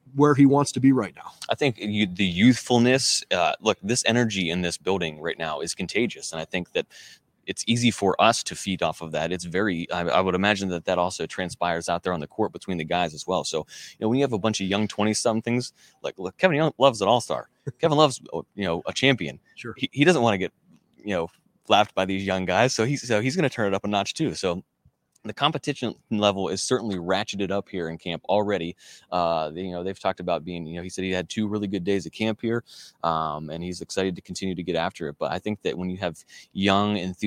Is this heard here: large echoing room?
no